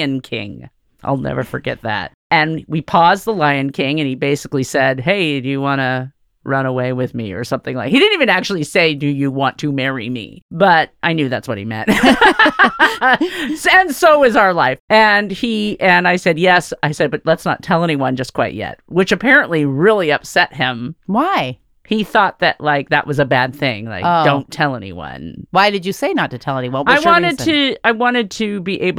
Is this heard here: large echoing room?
no